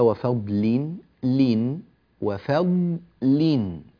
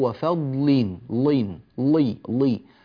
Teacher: انتبه لترقيق اللام المكسورة بعد الضاد المفخمة · Shown in: first take · تطلع معاك وفضلين لين لي لي، اللام فيها تفخيم، لا نريد هذا التفخيم، لي لي لي، رققها تمام الترقيق، لا يدخلها شيء من التفخيم قط، حتى ولو جاءت بعد الضاد، أصلا اللام مكسورة.